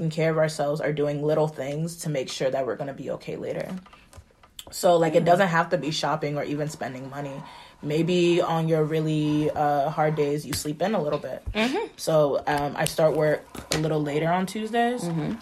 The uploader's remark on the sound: Please excuse the background noise! We were doodling and having our conversation.